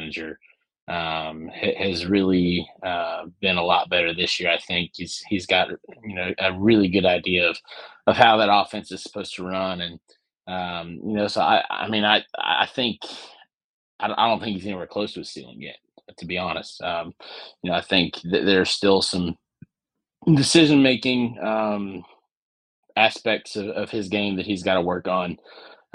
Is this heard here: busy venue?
no